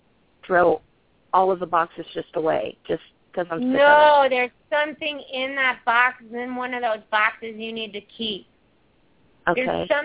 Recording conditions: phone line